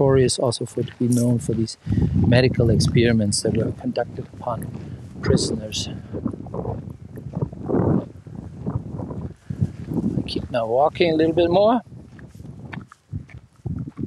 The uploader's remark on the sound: On a walking tour of the Dachau Concentration Camp Memorial Site outside of Munich, Germany. This auditory experience captures the sound of the present-day landscape with its birdsong and tourist chatter.